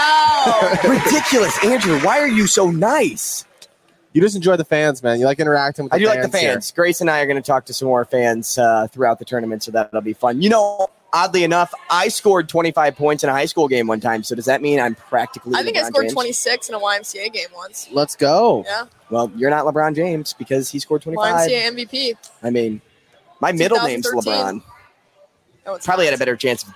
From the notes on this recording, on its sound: Live From Zipline Brewery. Live at Zipline Brewery in downtown Omaha.